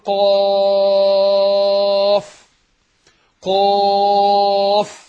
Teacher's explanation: القاف حرف مستعلي، يعني لو كان مفتوح وبعده الف بيبقى مفخم وباين التفخيم اللي فيه، بيبقى اعلى درجات تفخيم، اقول قاف قاف، يبقى حرف مستعلي قوي.